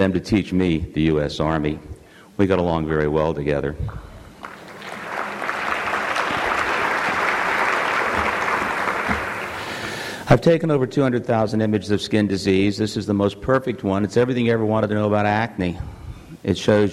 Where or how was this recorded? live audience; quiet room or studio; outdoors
live audience